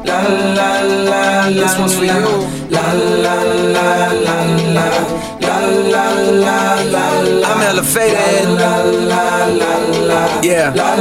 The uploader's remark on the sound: Beans & Beats is recorded live at Common Room Roasters every Saturday 10am-2pm. 882 Production Place Newport Beach, CA 92663.